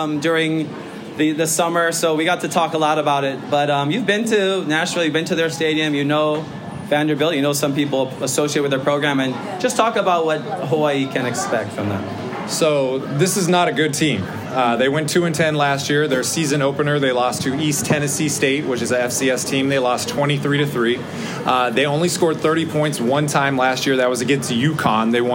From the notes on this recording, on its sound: Rainbow Wrap-Up - UH/Vanderbilt Game Week Live Show. Are flanked by fellow Rainbow Warrior die-hards at Agave & Vine at Ala Moana for our second-ever live show.